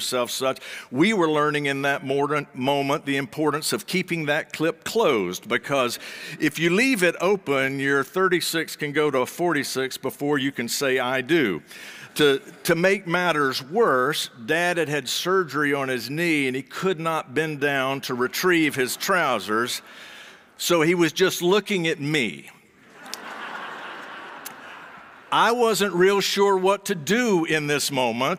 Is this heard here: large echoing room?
yes